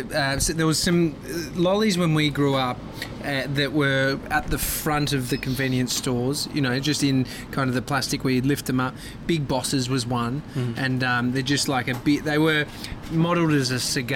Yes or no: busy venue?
yes